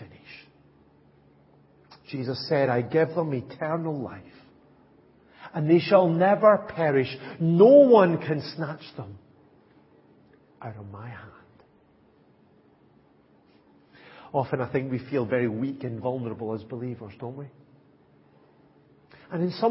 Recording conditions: large echoing room